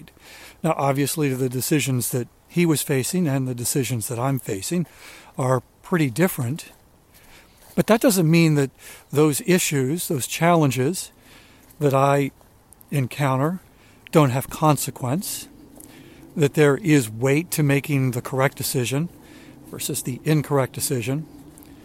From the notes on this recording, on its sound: during today's ten-minute walk